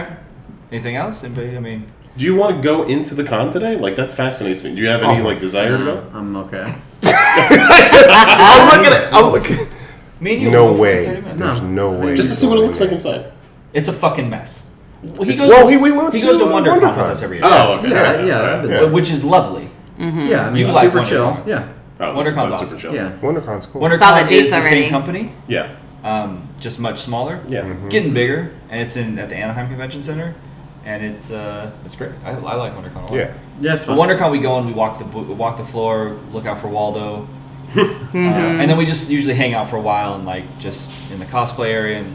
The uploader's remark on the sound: Live from San Diego Comic Con 2019. On this episode we are live from San Diego Comic Con.